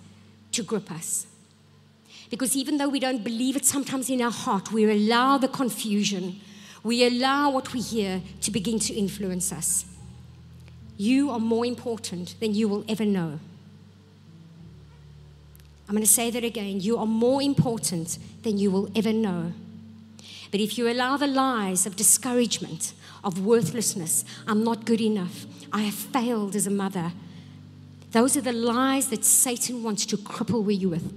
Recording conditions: large echoing room